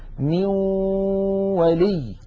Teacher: الجزء اللساني في النون انعدم وتحول إلى واو، وأن الغنة قد بقيت · Term: الإدغام بالغنة